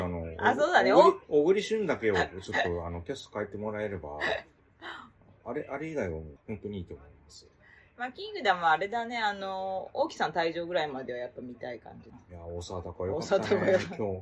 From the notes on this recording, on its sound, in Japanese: 横浜ビジネスパークに行った。IPhone13「ステレオマイク」アプリ／iPhone マイク-前面（Stereo）／ファイル形式 PCM44.1kHz 32bit Float。おっとが離れててちょっと声が遠い＆TVの音落としてくれなくて消しきれてません。